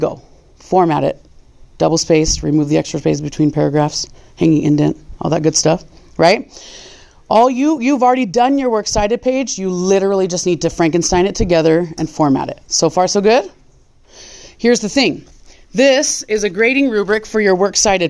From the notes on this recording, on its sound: This is a recording of an in-class lecture